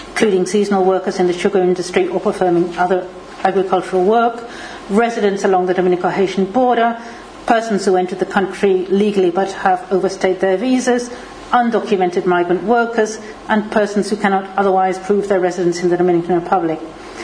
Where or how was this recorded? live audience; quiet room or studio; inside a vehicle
live audience